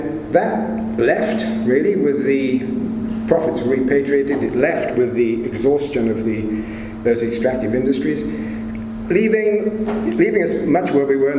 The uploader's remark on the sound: It was recorded at a Cymmrodorion event in January 2018.